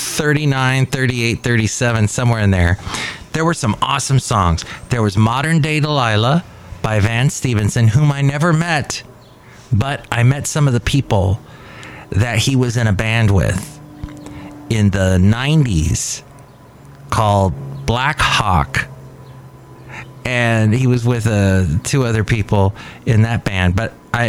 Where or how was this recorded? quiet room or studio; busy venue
busy venue